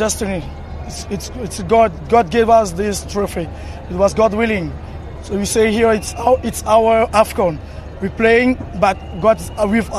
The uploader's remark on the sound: reaction from outside the Alassane Outtara Stadium in Abidjan